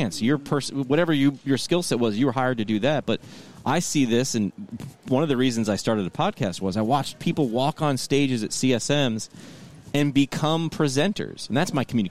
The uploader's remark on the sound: Live from CSM 2022